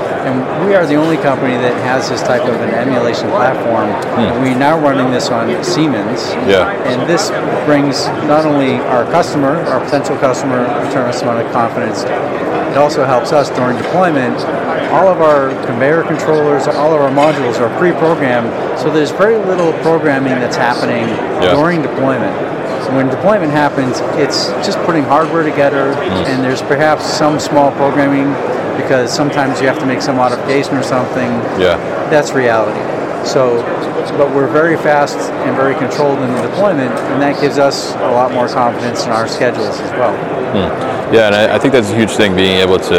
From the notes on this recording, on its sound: live from Manifest 2023